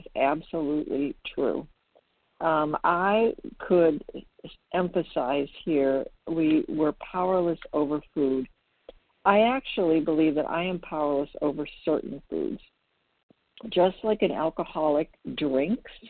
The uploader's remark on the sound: the 100 Pounders Phone Meeting